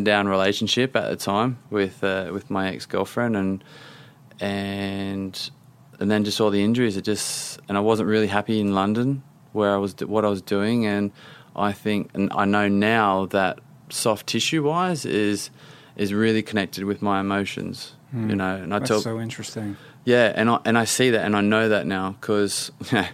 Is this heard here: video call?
no